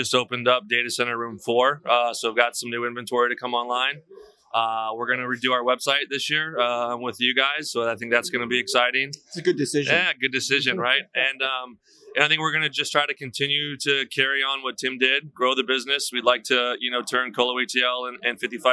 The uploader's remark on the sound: Live from Metro Connect 2020